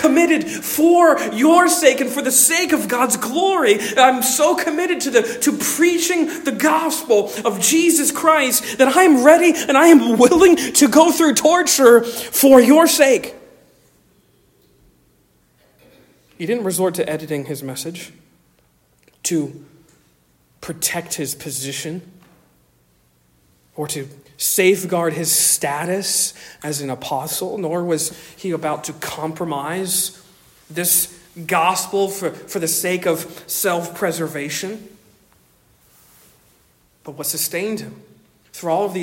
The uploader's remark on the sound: Originally delivered on 28 January 2024 at Stonington Baptist Church, Paxinos, PA. Originally delivered on 28 January 2024 at Stonington Baptist Church, Paxinos, PA.